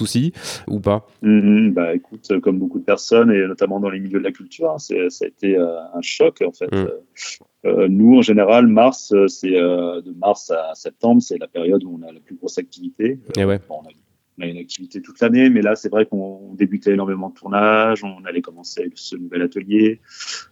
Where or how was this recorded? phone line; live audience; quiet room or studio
phone line